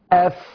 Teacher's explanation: الهمس والرخاوة في نفس الشفة في مخرج الفاء لا يتعدى لمخرج آخر